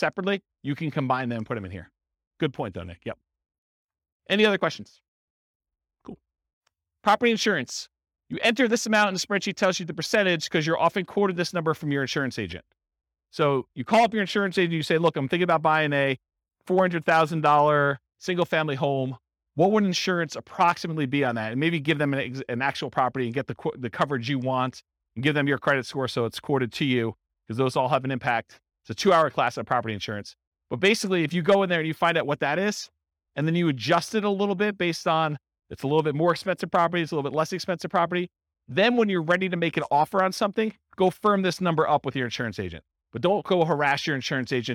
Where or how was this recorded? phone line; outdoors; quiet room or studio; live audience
live audience